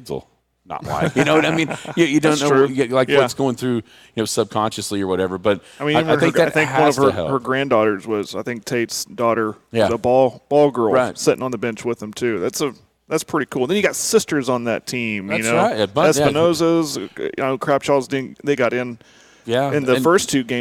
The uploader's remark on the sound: Live from Sayre National.